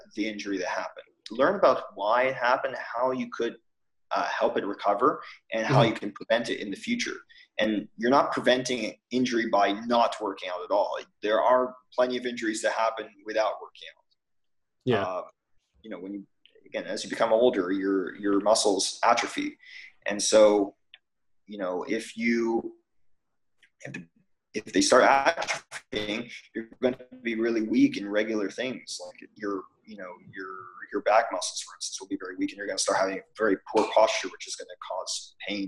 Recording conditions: drop-outs